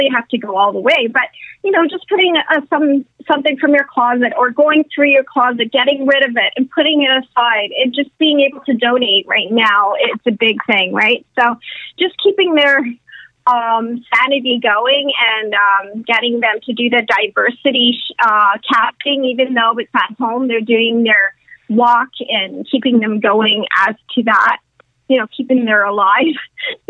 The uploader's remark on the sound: setup a conference call